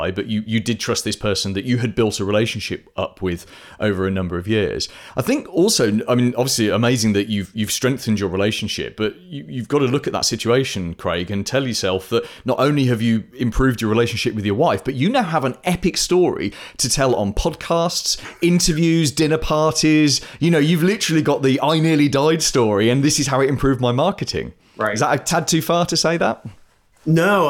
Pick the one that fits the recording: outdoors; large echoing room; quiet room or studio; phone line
quiet room or studio